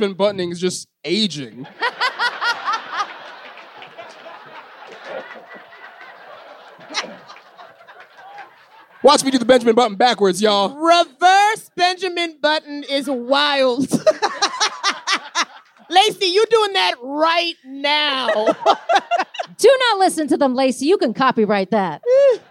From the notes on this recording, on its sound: Scam Goddess Live in San Francisco. Scam Goddess Live at Sketchfest 2024. In the sold-out Cobb’s Comedy Club.